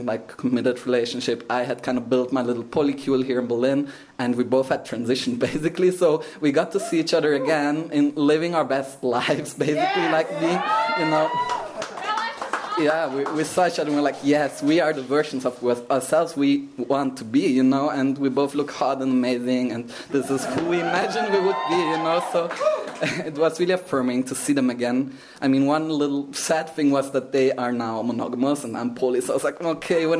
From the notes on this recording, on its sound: Recorded in February 2023 at our Berlin show.